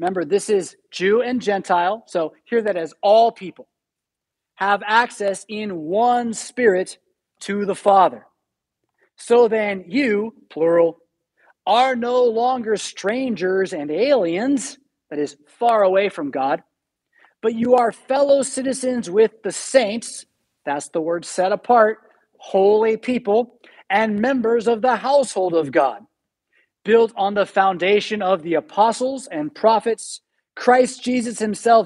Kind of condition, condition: setting, large echoing room